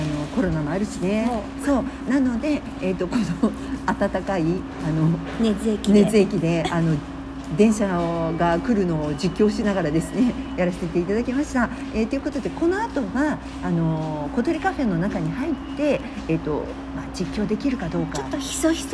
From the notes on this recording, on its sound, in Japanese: 2人で収録お出かけリポート。今日はお出かけ中に収録してみました。なんと2人で収録。外は思いの外いろんな音がします。